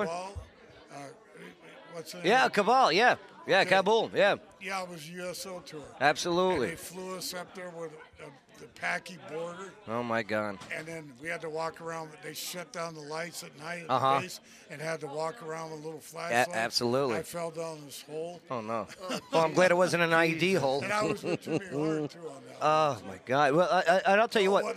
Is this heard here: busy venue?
yes